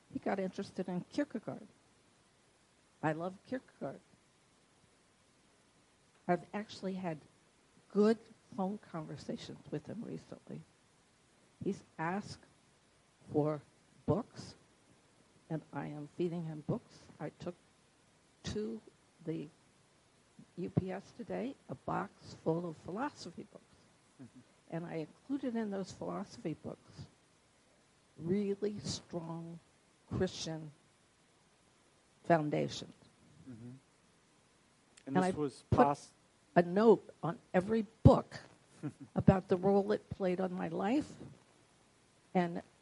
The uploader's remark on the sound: This is a recording of a lecture